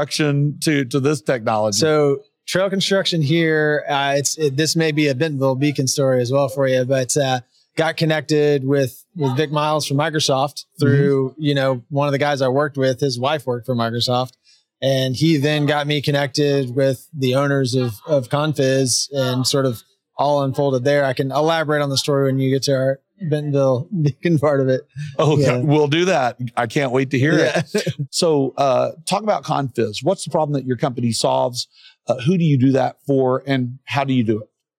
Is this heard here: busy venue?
yes